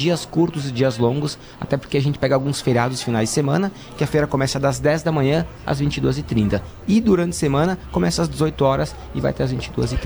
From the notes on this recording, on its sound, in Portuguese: Timeline ao vivo da abertura da Expobento e Fenavinho na Serra Gaúcha.